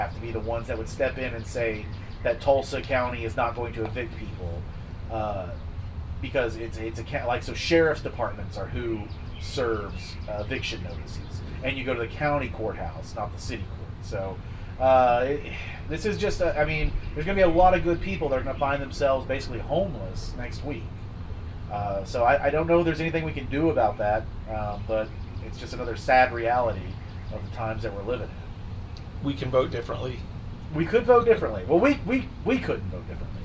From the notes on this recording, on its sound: It’s another patio episode as we continue to stay socially distant so we apologize for the audio!